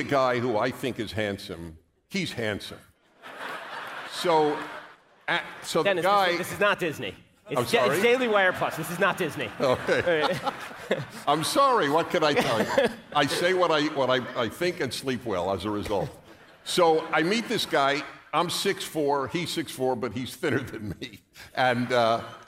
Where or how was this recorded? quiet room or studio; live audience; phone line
live audience